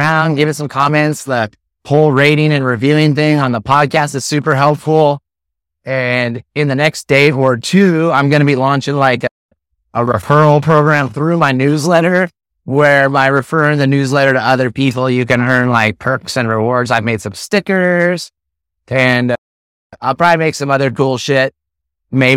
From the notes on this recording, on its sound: Recorded straight from my tricked-out mobile podcasting lair—yes, my truck on Hornby Island